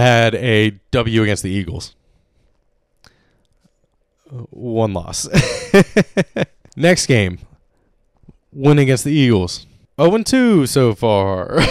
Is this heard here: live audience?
no